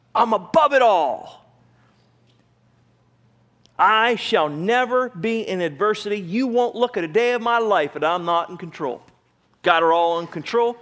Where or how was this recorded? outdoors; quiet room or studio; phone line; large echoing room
large echoing room